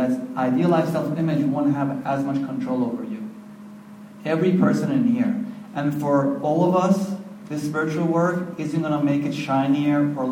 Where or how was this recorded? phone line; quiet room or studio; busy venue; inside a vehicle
busy venue